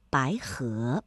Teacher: 两个阳平相连，第一个要变成三四，第二个要保持三五